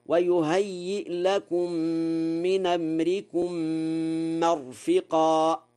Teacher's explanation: نقل حركة الهمزة إلى الساكن قبلها في قوله من أمركم